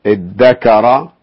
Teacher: التاء أبدلت دالا لمناسبة الجهر قبلها، ثم أبدلت الذال دالا وأدغمت